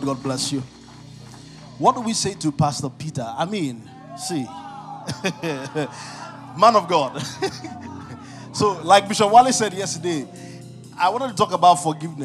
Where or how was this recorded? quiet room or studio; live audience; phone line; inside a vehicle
live audience